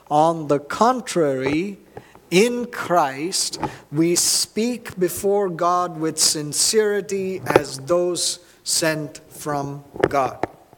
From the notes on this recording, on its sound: at New Life Fellowship Church, Concord, NC, on Sunday, April 30, 2023